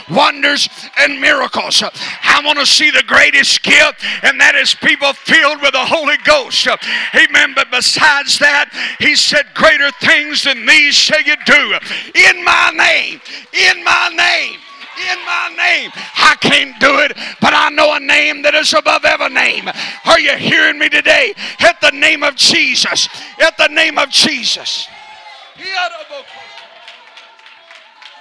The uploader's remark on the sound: Texas District UPCI Superintendent, preached at Calvary on Sunday morning, February 27, 2022.